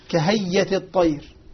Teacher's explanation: يبدل الهمزة ياء ويدغم الياء الأولى في الثانية · Term: يبدل ويدغم